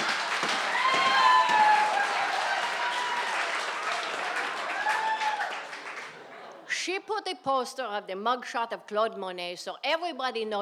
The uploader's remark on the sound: These stories were recorded in front of a live audience on April 6th, 2019 at Provincetown Theater in Cape Cod, Massachusetts.